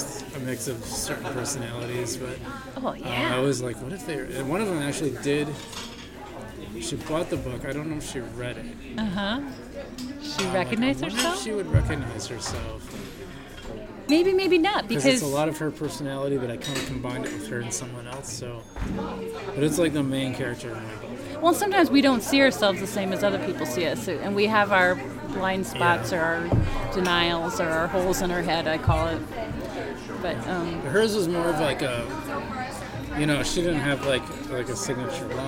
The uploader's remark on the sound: Live at Daly's